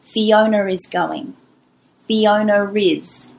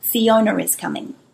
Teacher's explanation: I'm putting an R in between the two vowel sounds.